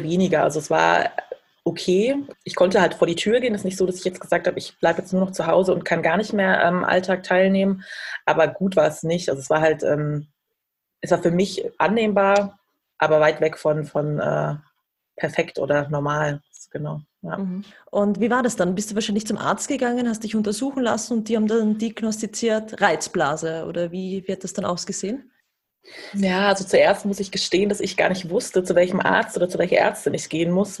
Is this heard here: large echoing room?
no